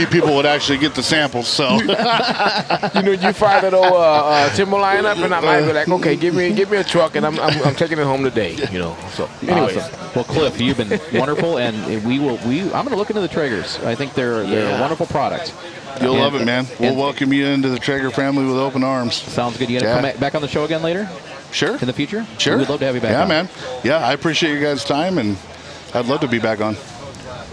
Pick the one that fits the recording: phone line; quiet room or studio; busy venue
busy venue